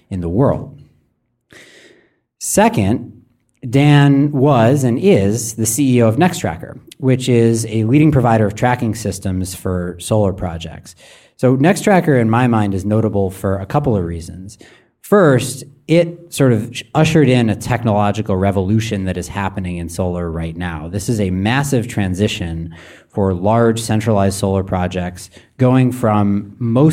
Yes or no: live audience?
yes